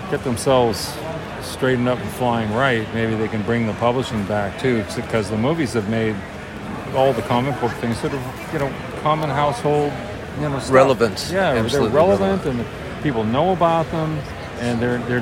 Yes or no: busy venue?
yes